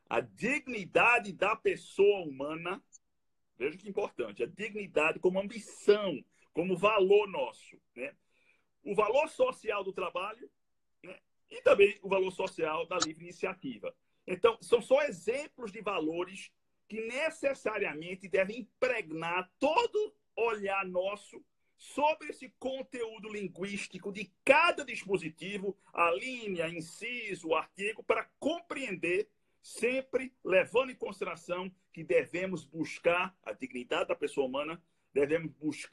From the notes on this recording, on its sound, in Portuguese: Live no instagram